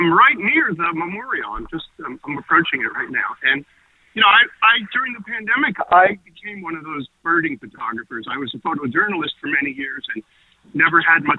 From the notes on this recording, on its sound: Listeners call in share their remembrances.